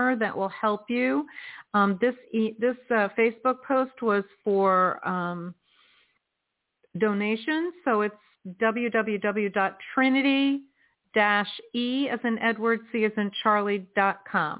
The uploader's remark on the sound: In response to callers' questions. On air.